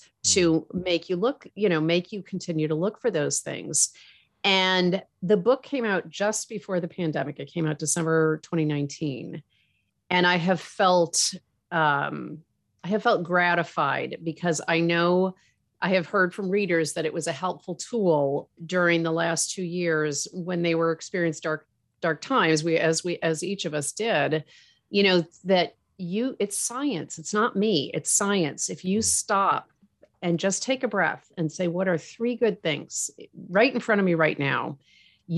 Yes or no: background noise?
no